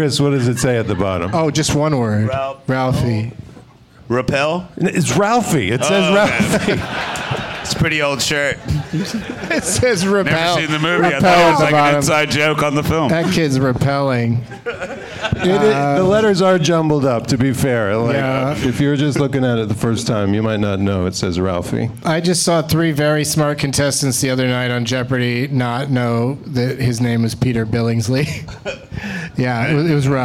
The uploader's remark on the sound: Live from the The Creek and the Cave in Austin as part of SXSW.